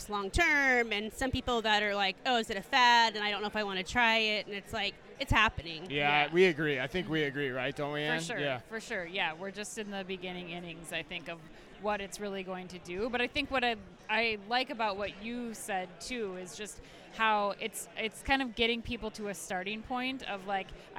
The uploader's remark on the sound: Live From eTail. Live coverage at #etail2024.